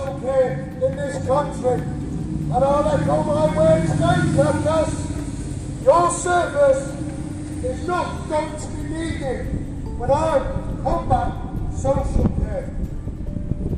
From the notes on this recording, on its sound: Returns to the streets of London with his Megaphone Talking All Sorts.